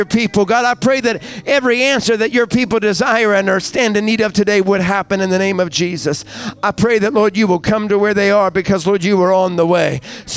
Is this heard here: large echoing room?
yes